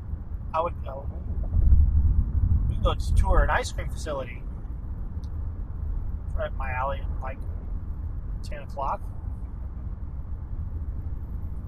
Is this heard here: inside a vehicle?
yes